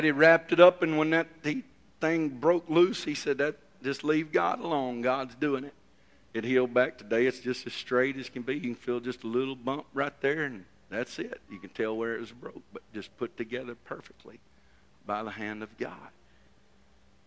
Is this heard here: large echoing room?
yes